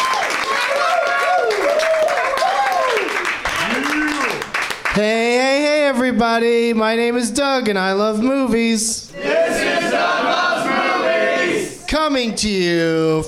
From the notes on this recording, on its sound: Live from the NerdMelt Showroom in Los Angeles